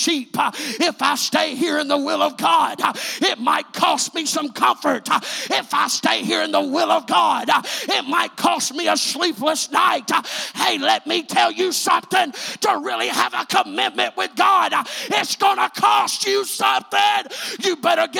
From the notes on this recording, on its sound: This is a recent sermon preached at Truth Apostolic Church in Madisonville, KY.